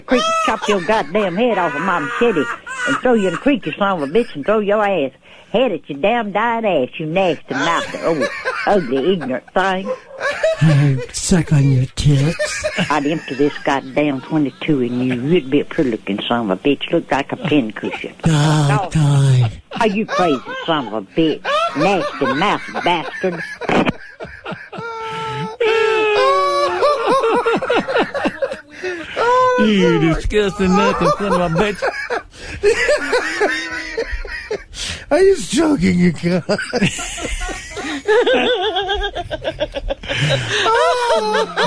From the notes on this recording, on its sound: Prank Phone Calls